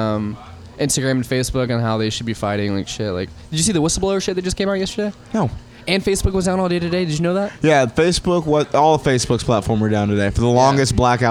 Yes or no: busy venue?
yes